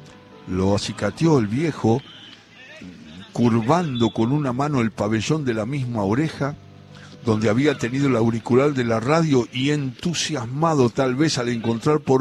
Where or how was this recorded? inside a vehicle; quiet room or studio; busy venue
busy venue